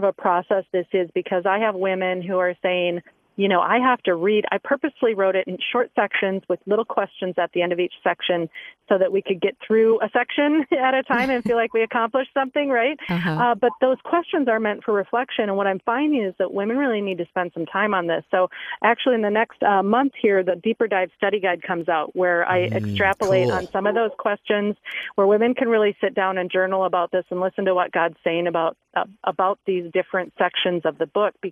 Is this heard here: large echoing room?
no